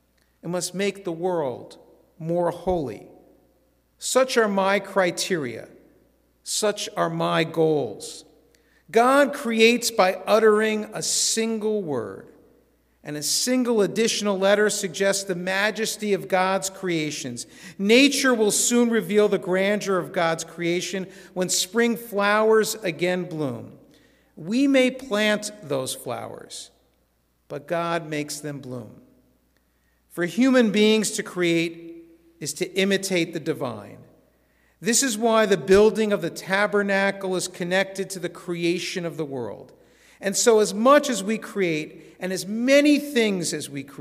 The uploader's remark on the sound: This sermon was recorded in our synagogue's sanctuary at Shabbat evening services.